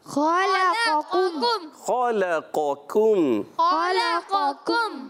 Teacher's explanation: خا حرف مستعلیہ میں سے موٹا ادا ہوگا، لام باریک ہو جائے گا، قاف موٹا ہو جائے گا. پہلا خا پر، پھر لام باریک، پھر قاف پر، اور پھر اس کے بعد دوسرا قاف ہے وہ باریک.